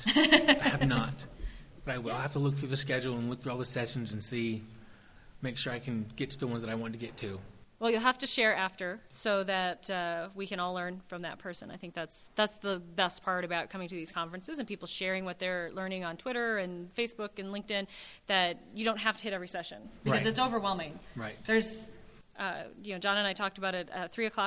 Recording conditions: live audience